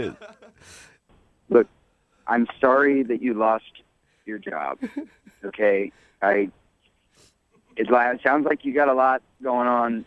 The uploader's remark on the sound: In today's phone tap.